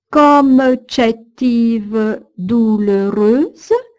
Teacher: Comme chétive douloureuse, vous auriez bien remarqué que je ne fais pas entendre le S devant le T. Ce S est ici purement graphique.